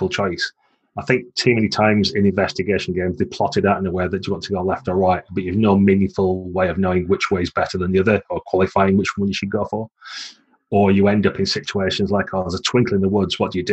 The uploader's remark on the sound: At GROGMEETish2020. To end the event we recorded this live panel in the Zoom of Role-Playing rambling (with an audience of over 50 people!).